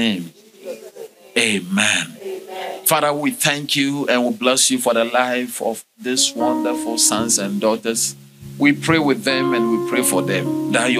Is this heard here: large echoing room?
yes